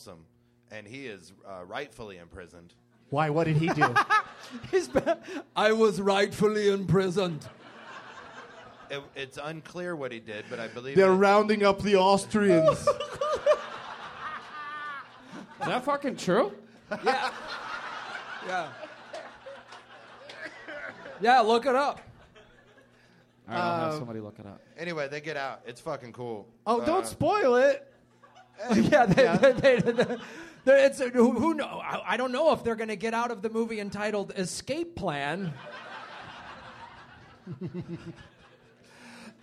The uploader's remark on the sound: Live from The American Comedy Company in San Diego